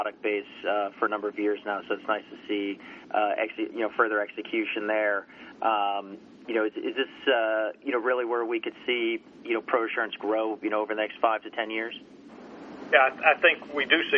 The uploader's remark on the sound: ProAssurance Conference Call